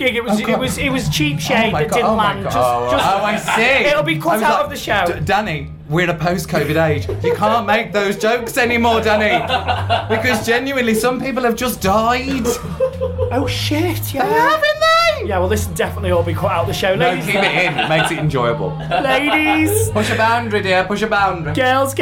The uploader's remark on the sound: The Manchester Pride Special. Performed at Manchester Pride and they took their mics along so you all could hear the action backstage.